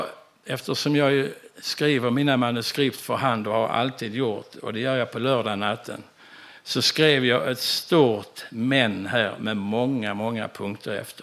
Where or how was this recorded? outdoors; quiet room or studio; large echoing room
large echoing room